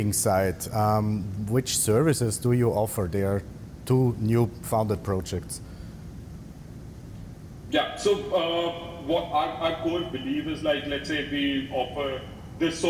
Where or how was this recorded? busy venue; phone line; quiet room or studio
busy venue